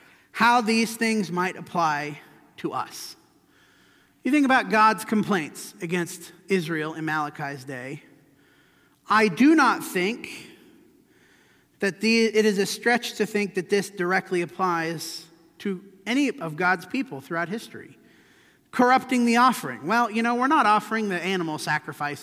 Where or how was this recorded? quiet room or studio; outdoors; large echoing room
large echoing room